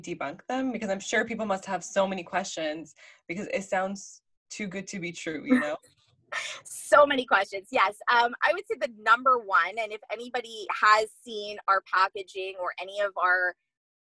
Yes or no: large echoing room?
no